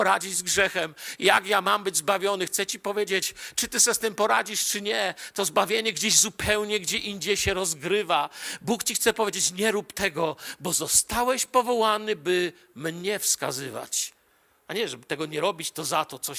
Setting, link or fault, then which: setting, large echoing room